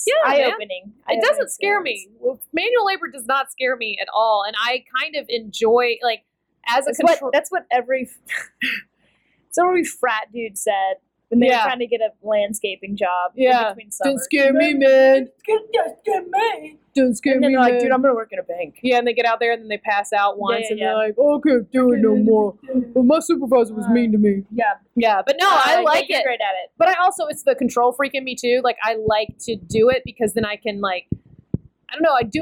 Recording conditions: background noise